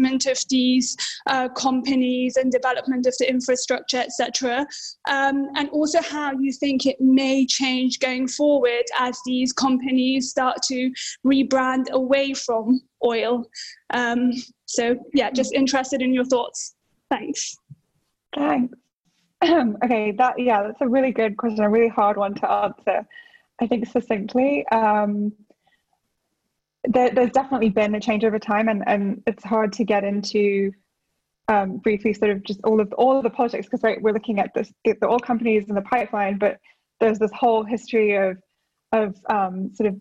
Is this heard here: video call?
yes